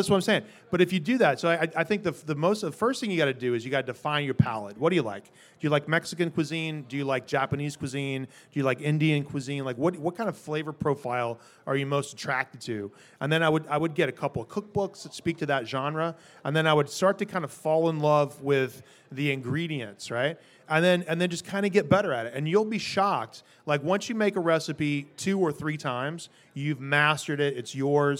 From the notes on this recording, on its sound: LIVE from the Chase Sapphire Cardmember Club. Have a LIVE conversation about food, golf, passion and finding creative inspiration.